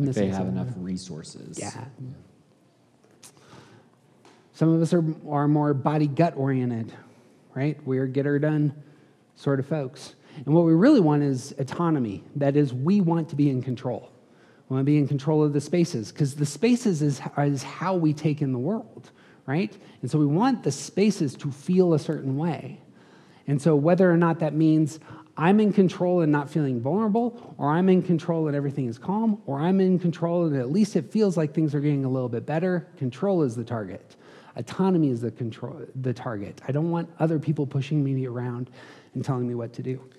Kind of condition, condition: setting, live audience